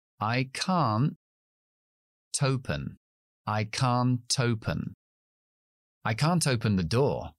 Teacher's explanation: Ahora bien, si el verbo comienza por una vocal, como en esta palabra open, entonces sí pronuncio la T. De hecho, la T es el comienzo de la siguiente palabra. · Term: linking